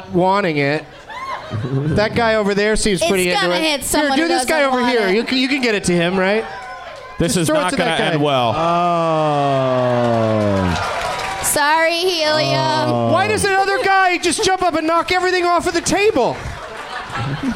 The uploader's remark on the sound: Live from the Helium Comedy Club in Portland